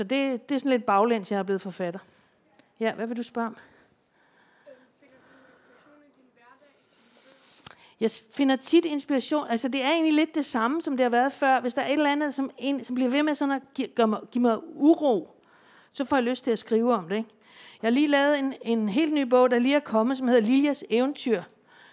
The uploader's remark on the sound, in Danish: Podcasten fungerer også som en Q&A, hvor en aktiv og interesseret skoleklasse spørger ind